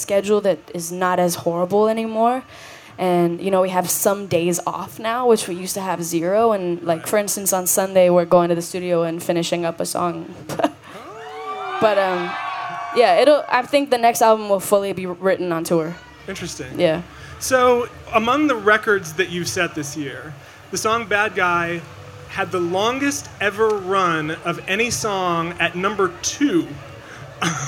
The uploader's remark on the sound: Recorded live on stage at Austin's ACL Music Festival.